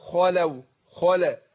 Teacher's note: هنا الخاء مفخمة بعدها اللام مرققة